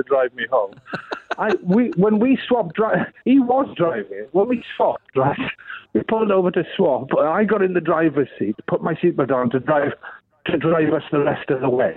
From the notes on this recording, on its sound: phones into the show